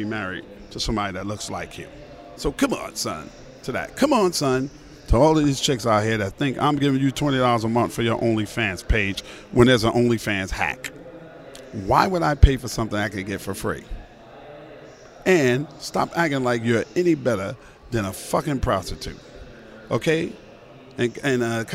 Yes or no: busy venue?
yes